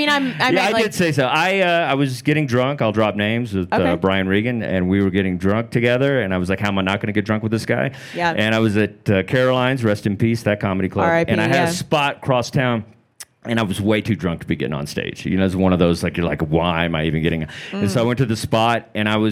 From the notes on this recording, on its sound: live from the Vail Comedy Festival